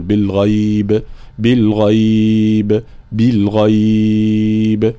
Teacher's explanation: يصير لنا مد حال الوقف وهو مد اللين، يجوز فيه الأطوال الثلاث مثل المد العارض القصر أو التوسط أو الطول، بالغيب بالغيب بالغيب، كلها أوجه جائزة.